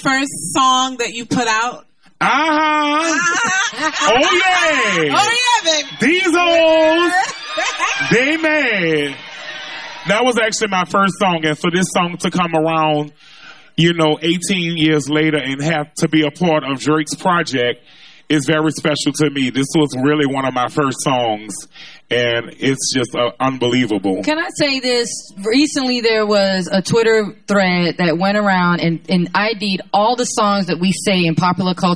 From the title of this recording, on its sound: Podcast Live in NOLA